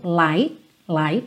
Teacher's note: Percebe que o T do light quase não é audível.